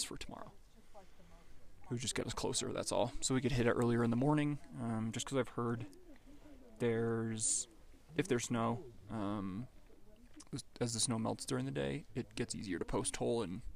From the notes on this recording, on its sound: This podcast was recorded at the summit of Mount Whitney!